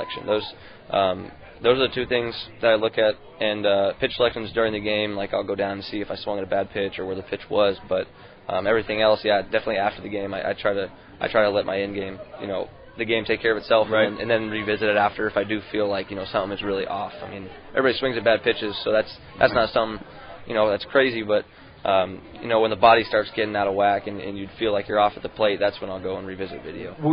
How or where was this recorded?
busy venue